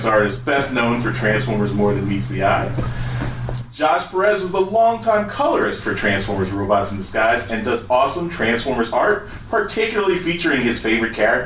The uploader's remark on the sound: We’re live at TFcon Toronto 2017. On this episode, we’re live at TFcon Toronto 2017.